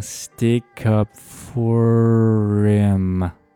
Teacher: 这个 him 经常呢前面这个 h sound 会被省略掉